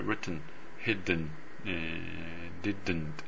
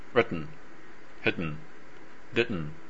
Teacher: T とか D とかみたいな、そのいわゆる破裂音と呼ばれているその破裂っぽい部分が全然出てこなくて、そのまま N の方に行ってしまう · Shown in: second take